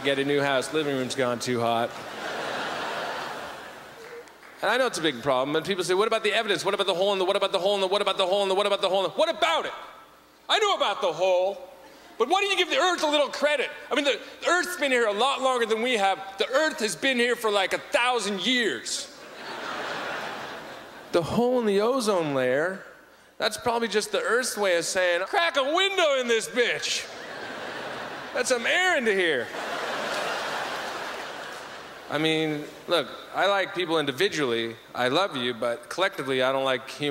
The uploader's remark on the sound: delivers a classically zany set at the 2008 Just for Laughs Festival in Montreal